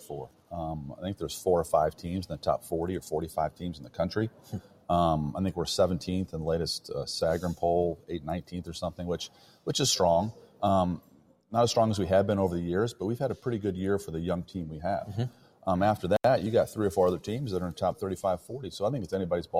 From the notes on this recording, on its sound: LIVE from French Lick Resort in Indiana. French Lick's Pete Dye Course is host to the Big Ten Men's Golf Championship this weekend.